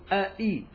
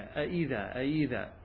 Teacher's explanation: يقولون ضابطها أن تجعل الهمزة، تنطق الهمزة بين الهمزة وبين الياء، ليس هي بياء خالصة ولا هي بهمزة خالصة · Shown in: second take · بينهما. هذا هو التسهيل، بأن تجعل الهمزة الثانية في الكلمة المذكورة بين الهمزة والياء، وهي قراءة نافع وابن كثير وأبي عمر، وكذا قرأوا بالتسهيل بين الهمزة والواو إن كانت مضمومة إلى آخره.